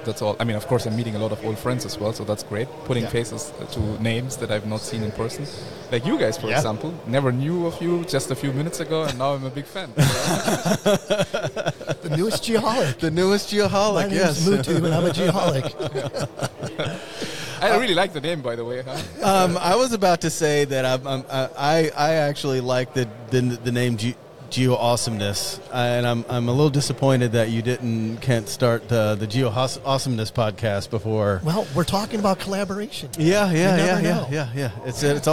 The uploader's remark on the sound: Day 1 of INTERGEO 2023 "LIVE" from Berlin!